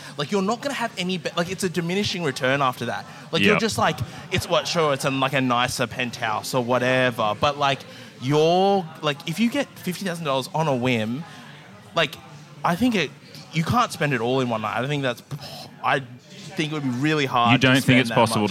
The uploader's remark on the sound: Recorded at Comedy Republic. Live and unedited with the who's who of comedy. Recorded at Comedy Republic.